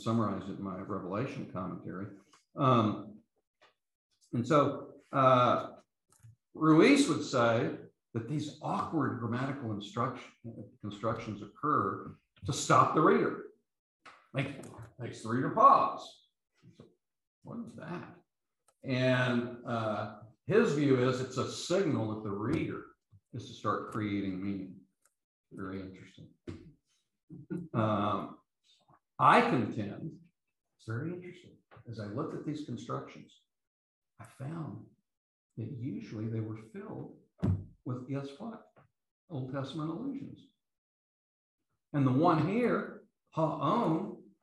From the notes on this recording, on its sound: These podcasts are the recordings of the lectures.